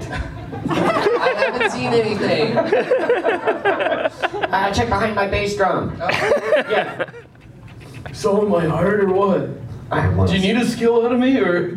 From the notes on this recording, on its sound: We’re live from Toronto Comic Con!